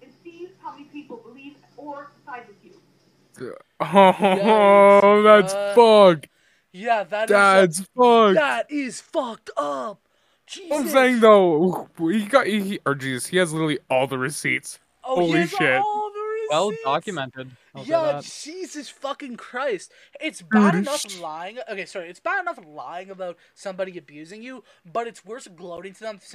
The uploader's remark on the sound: sorry my mic was loud as hell still trying to work out the audio.